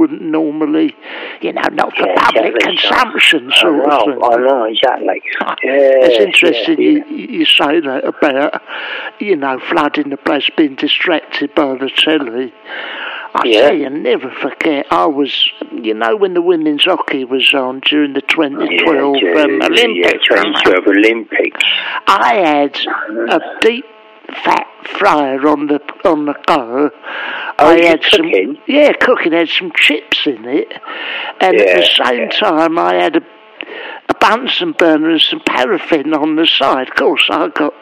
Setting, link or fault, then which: link, phone line